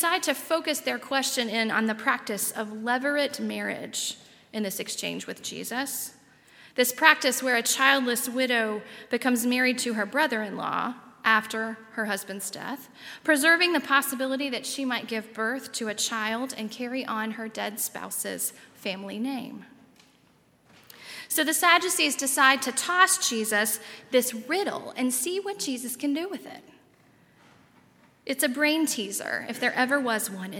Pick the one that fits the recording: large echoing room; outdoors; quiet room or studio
large echoing room